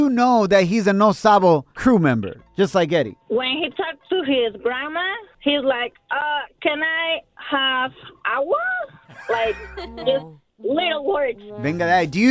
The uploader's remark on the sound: We opened up the phone lines and asked our listeners their biggest travesura.